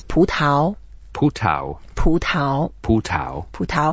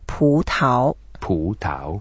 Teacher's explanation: Both are second tones, so we go up and up, so we take our time saying 葡萄.